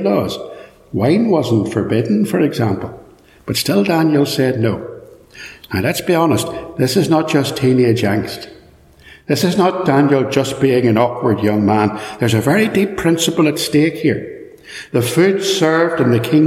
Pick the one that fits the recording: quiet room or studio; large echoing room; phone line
large echoing room